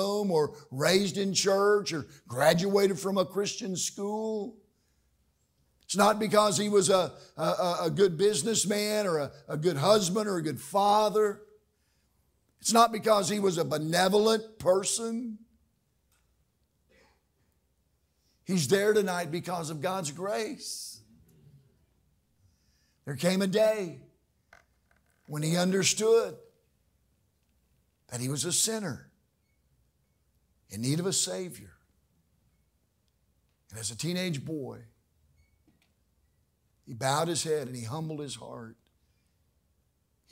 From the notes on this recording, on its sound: during the evening service